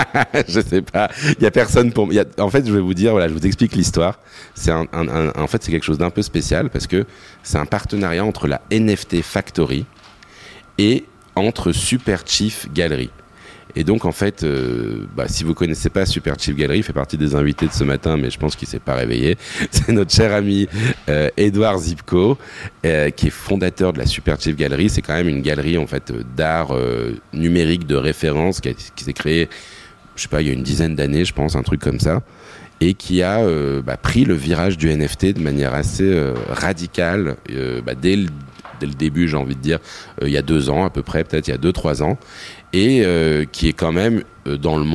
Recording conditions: busy venue